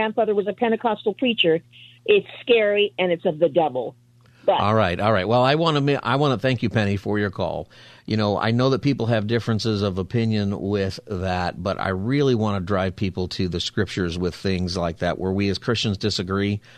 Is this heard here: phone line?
yes